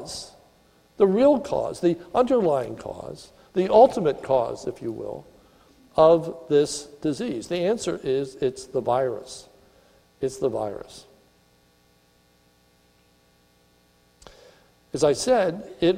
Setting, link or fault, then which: setting, large echoing room